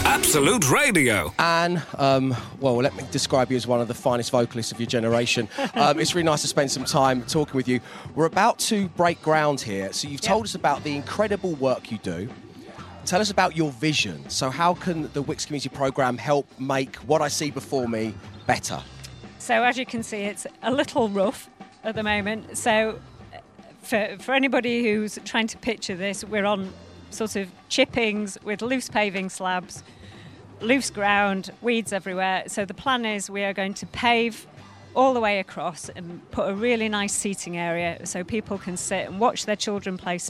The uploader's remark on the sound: LIVE from the Wetherby Sports Association, with early morning pints, football challenges.